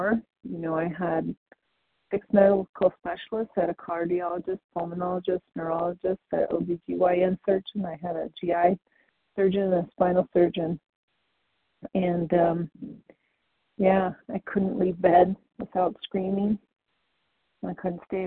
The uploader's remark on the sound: the 100 Pounders Phone Meeting